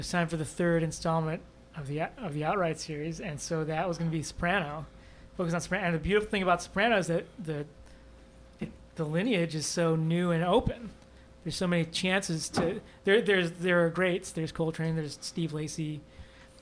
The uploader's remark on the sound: LIVE from Stephen Talkhouse